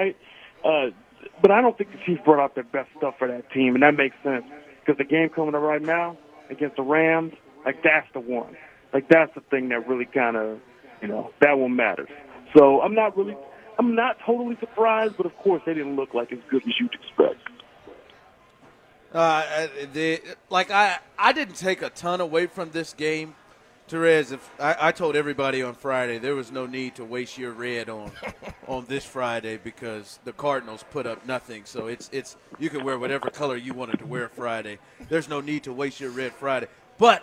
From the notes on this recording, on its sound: LIVE from Chicken N Pickle in the Northland